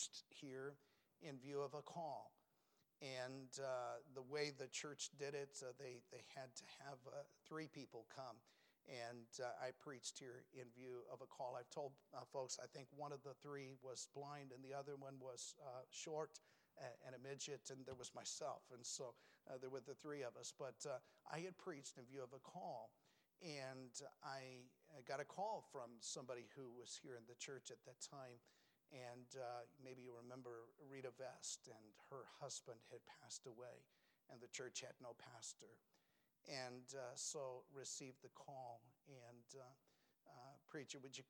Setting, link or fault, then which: setting, large echoing room